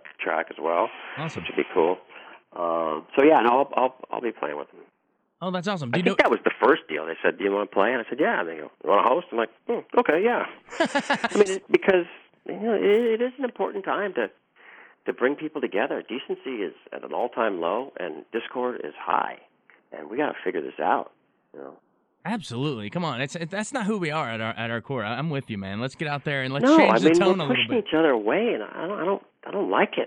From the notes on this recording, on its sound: Called in when he hosted "A Capitol Fourth” in Washington D.